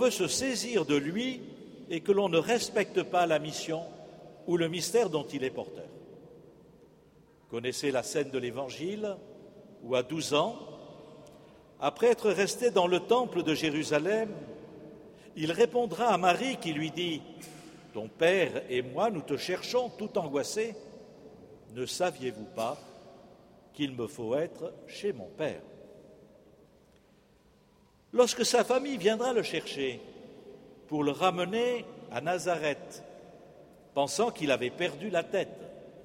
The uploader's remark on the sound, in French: Festival des Familles. La messe du 4 octobre 2015, célébrée en la cathédrale Saint-André de Bordeaux.